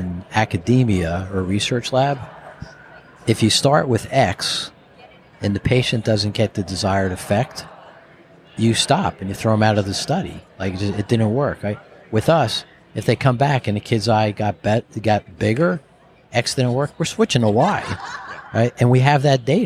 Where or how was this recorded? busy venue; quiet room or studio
busy venue